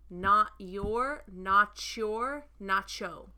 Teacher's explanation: Nacho, which is like the shortened and kind of exaggerated nacho, meaning not your, not sure. Because when a T and a Y. Connect in American English. You're going to get the CH sound. · Term: linked sound